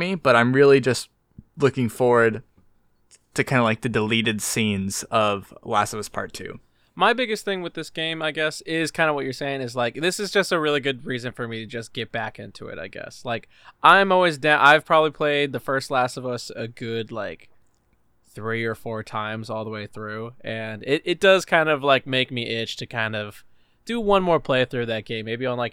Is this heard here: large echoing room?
no